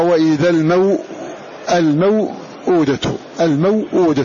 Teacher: هذه الواو لا مد فيها له البتة، لا حركتين ولا أربع ولا غيرها. فيقرأ: وإذا الموؤودة الموؤودة، هكذا بدون مد.